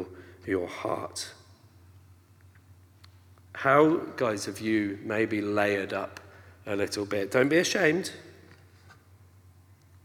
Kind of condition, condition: setting, live audience